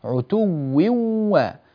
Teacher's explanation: عتو نعطي الواو قوة وضغطة عندما ننطق بها، وننتقل إلى الواو التي بعدها بضغطة وقوة، فهي واوان مشددتان متتاليتان